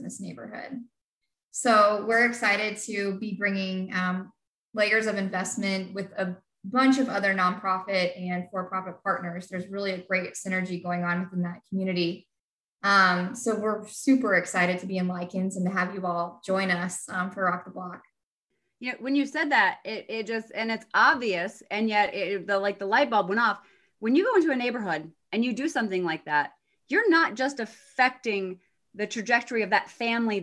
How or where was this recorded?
video call